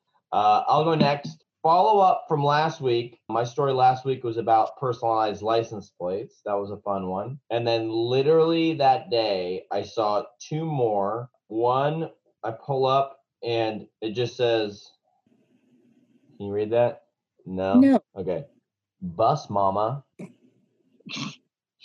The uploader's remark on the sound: connect over zoom